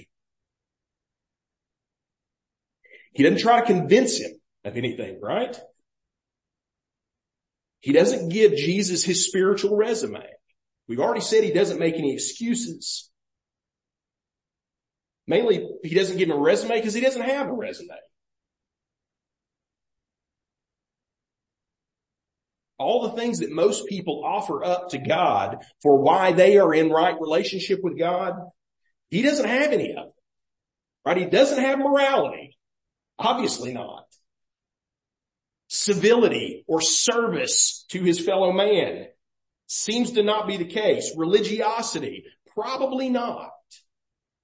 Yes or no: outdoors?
no